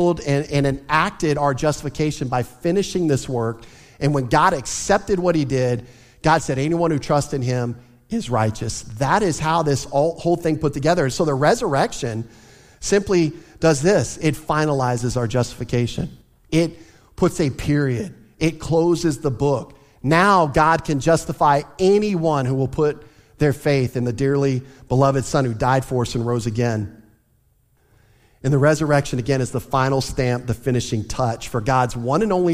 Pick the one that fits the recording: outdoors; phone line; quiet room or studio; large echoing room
large echoing room